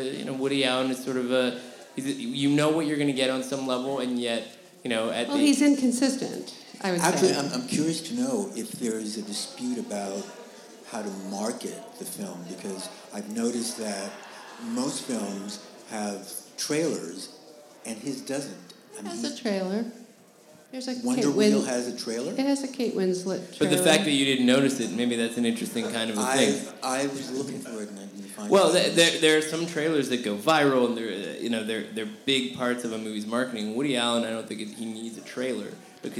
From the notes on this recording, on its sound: Live at NYFF! Record live from the 2017 New York Film Festival.